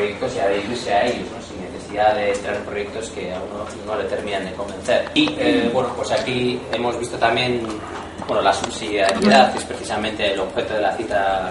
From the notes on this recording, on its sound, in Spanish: al comienzo de la jornada de Economía Abierta realizada en Eutokia ha sido grabada en video